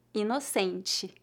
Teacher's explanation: as letras TE são pronunciadas como ti, ti, em final de palavras